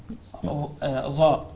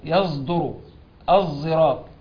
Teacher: كما ينطق العوام حرف الظاء دون إخراج اللسان فيه · Term: الإشمام